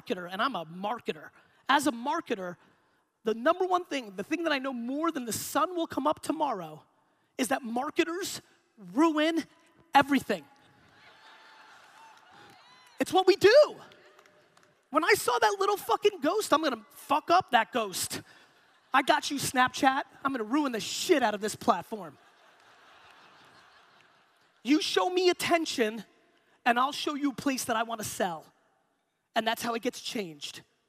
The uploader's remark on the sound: Inbound 2016 Boston Keynote. Today’s episode is a keynote that I gave in 2016 at the Inbound conference in Boston.